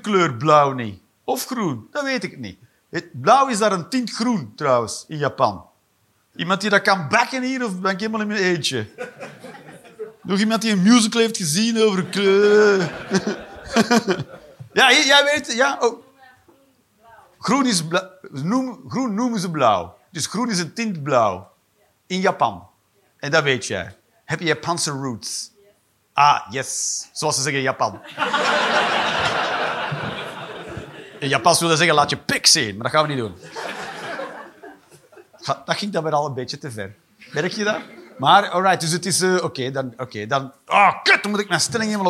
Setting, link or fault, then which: setting, live audience